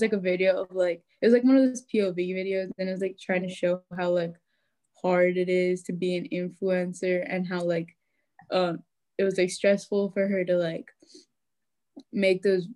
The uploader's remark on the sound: meet for the first time(over zoom)